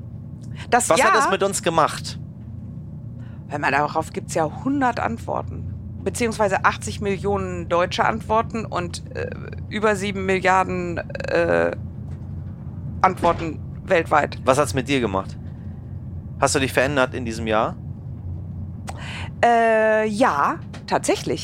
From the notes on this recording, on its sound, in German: Ideale Voraussetzungen also für eine gemeinsame Podcast-Aufnahme im ICE zwischen Köln und Dortmund.